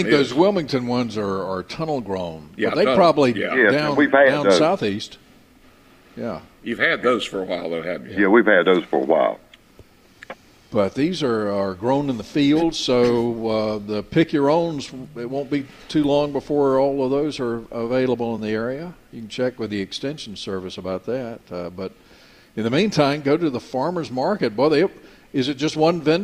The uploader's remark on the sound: broadcasting live from Logan's Trading Company.